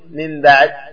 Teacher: إلى إخفاء، يسمى إخفاء شفوي، أي كأنك تستر ذات الميم، تستر ذات الميم، الإخفاء معناه الستر، فتستر ذات الميم وتنطق بغنة للميم، فتقول في من بعد من بعد، ولا تقول من بعد، لأن الميم مخرجها من الشفتين بإطباق الشفتين من بعد، لكن تجعله خفيفا إطباقا خفيفا لأن الحكم إخفاء شفوي، فتقول من بعد.